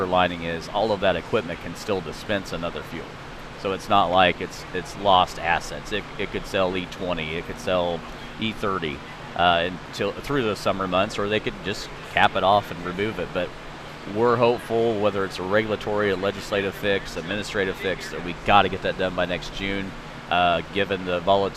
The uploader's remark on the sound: Live from Farm Progress Show. Reports live from Farm Progress in Decatur, Illinois!